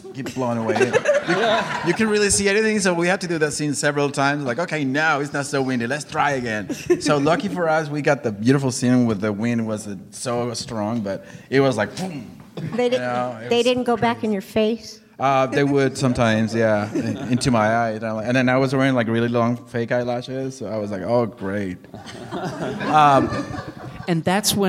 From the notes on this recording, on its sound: Live Panel In San Francisco. Live audience panel discussion. This episode is filled with laughter.